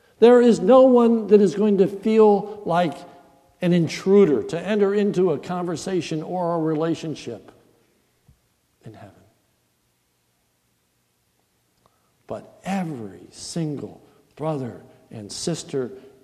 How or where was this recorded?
large echoing room